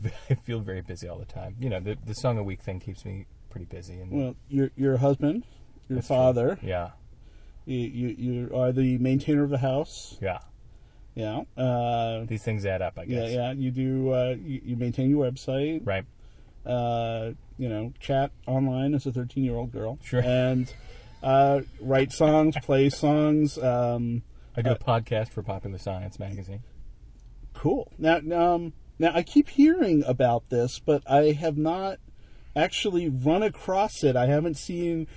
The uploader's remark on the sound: Recorded in &#8220;The Famous Blue Prius&#8221; in the parking lot of Jammin&#8217; Java. Recorded in “The Famous Blue Prius” in the parking lot of Jammin’ Java.